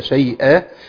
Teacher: شيئا إذا وقفنا عليها بنقف عليها بألف العوض عن التنوين